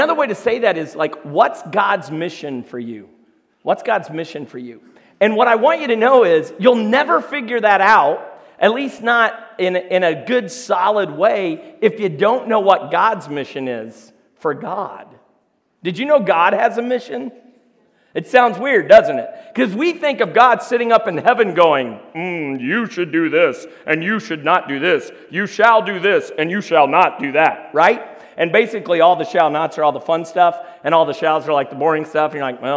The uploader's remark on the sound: LIVE RECORDING!!! The live recording from a youth event.